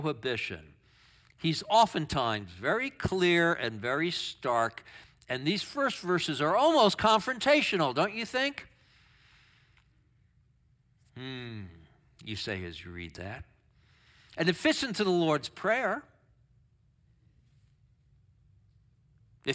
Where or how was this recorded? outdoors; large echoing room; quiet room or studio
large echoing room